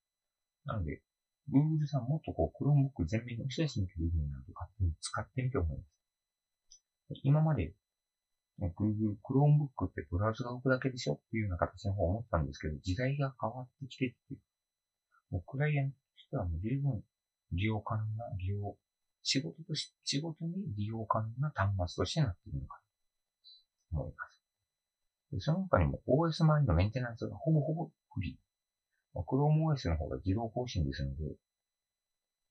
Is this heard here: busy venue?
no